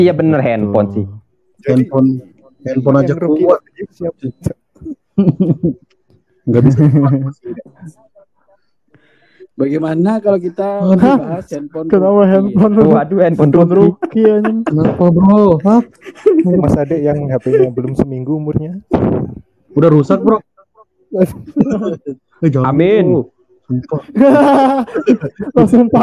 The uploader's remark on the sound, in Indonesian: Mohon maaf kalau audio nya agak ada yang kurang jelas, atau volume nya terlalu kecil, karena output audio dari Anchor itu sendiri, bagus atau nggak nya tergantung kestabilan koneksi internet kita.